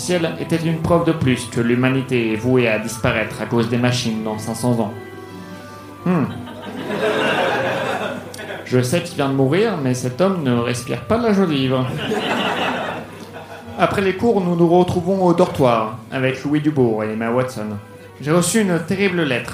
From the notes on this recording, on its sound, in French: Enregistré en direct et en public à la Soirée Froussin au One More le 29/01/2019